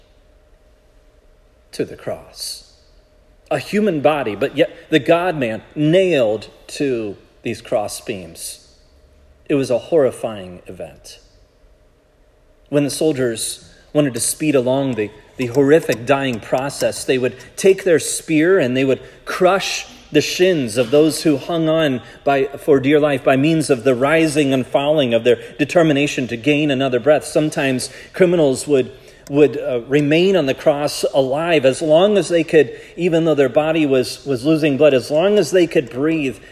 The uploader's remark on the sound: This sermon was preached at Providence Church.